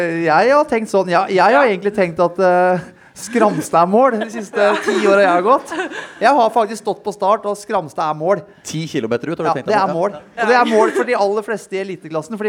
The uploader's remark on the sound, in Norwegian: Holmenkollmarsjen live fra Kikutstua. Spilt inn live på Kikutstua.